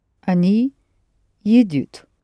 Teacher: Keep the stress on the initial е.